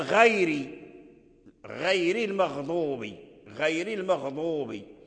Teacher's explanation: الراء مكسورة قبلها ياء، ففي الوصل مرققة